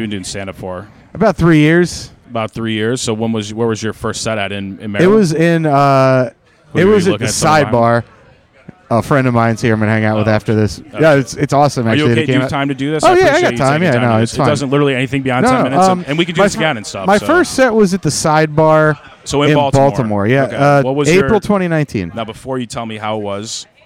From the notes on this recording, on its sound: recorded following the comedy open mic at Fells Point Tavern July 26th, 2022.